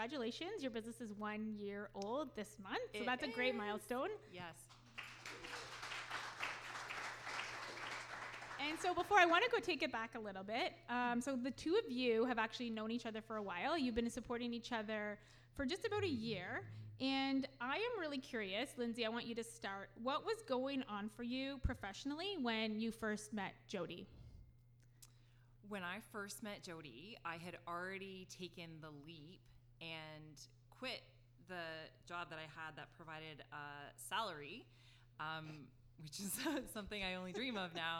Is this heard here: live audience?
yes